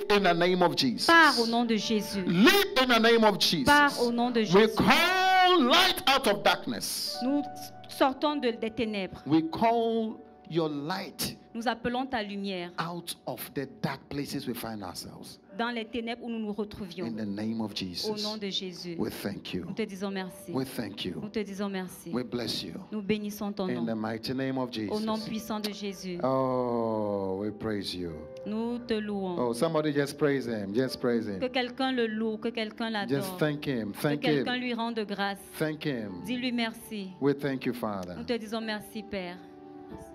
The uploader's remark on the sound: Preached during Joyful Hour Sunday Service